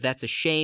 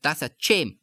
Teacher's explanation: the sh sound. Sometimes changes to ch. · Shown in: second take · So you have, instead of that's a shame, you have that's a chame.